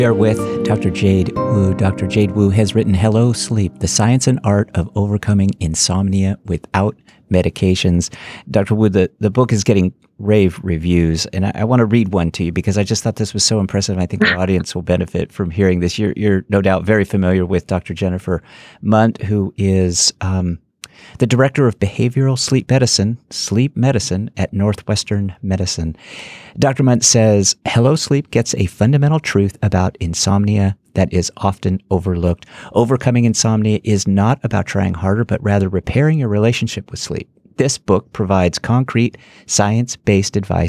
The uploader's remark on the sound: I’M IN THE CAR AGAIN.